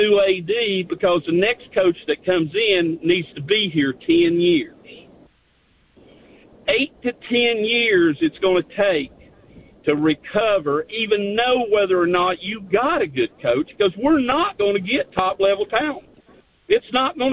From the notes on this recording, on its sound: take your phone calls